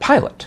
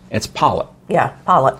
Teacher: East Tennessee, they take the I sound and they flatten it. · Shown in: second take · It's called flatten the I.